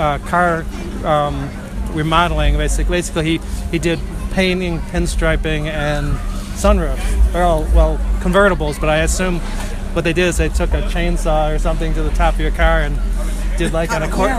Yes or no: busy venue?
yes